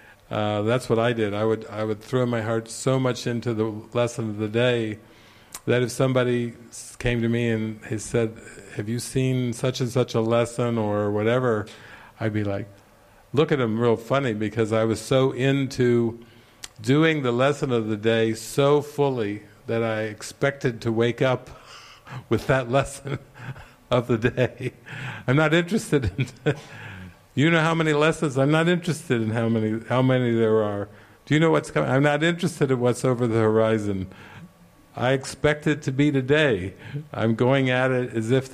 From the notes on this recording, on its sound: This session opens up with a beautiful song. A Q&A session with the retreat participants. This session was recorded during the Into the Kingdom retreat in the evening of October 11, 2019, at the Castle De Berckt in Holland.